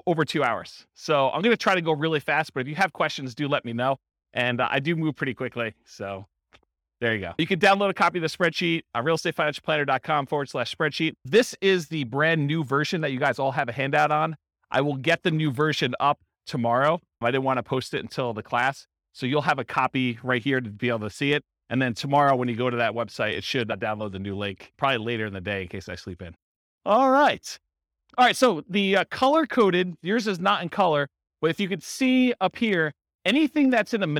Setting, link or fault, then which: setting, live audience